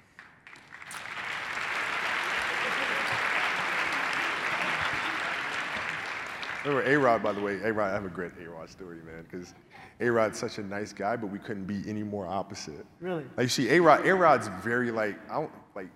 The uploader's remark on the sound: The Full Interview and Q&A from Relentless 2019. Q and A session with the audience.